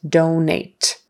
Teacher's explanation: Donate, donate. So it's a long O, do, and then a long A, nate, donate.